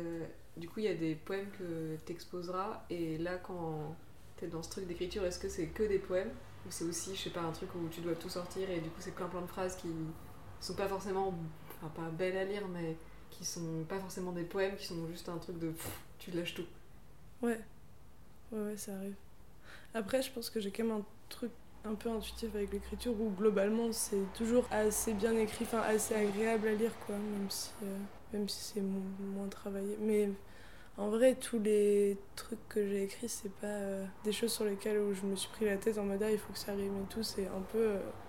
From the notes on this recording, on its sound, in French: Déso pour les bruits.